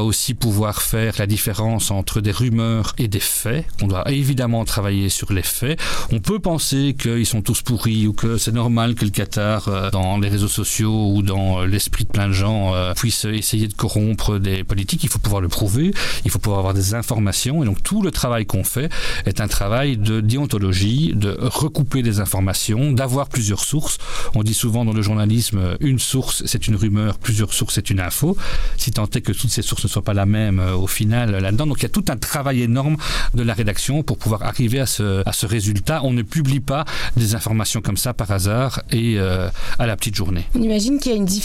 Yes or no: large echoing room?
no